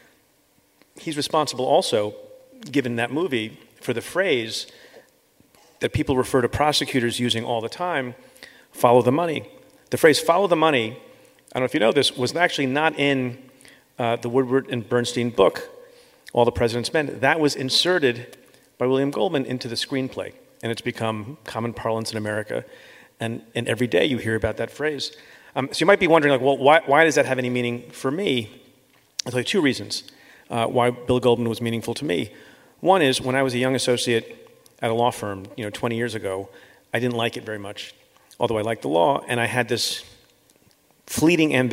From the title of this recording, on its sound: Live from Los Angeles